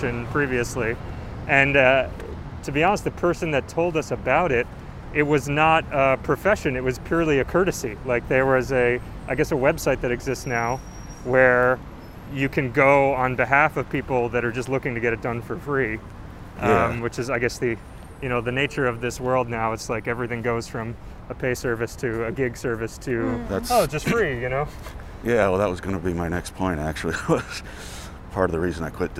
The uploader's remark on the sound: We go on a walk through Old Calvary Cemetery.